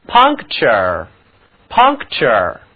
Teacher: 字母 N 读作后鼻音